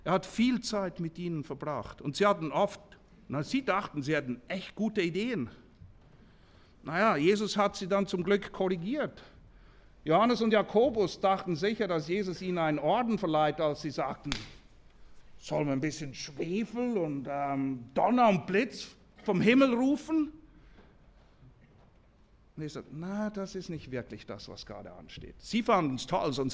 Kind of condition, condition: setting, live audience